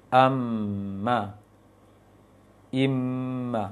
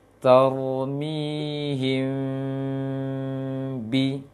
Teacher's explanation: mim yang samar, mim yang tidak jelas, yaitu dengan merenggangkan bibir sedikit · Shown in: second take · Bibirnya direnggangkan sedikit, tidak rapat seperti mim biasa.